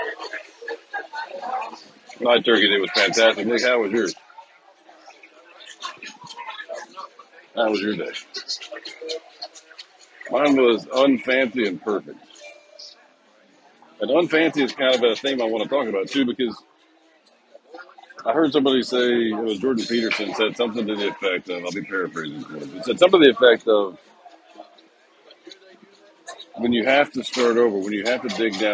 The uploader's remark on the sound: Sunday brunch in Key West with some technical difficulties, and later ice cream.